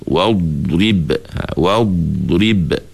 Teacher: kita ambil masa sikit untuk sebut dot itu supaya kesempurnaan sentuhan lidah itu berlaku pada geraham · Term: sifat istitalah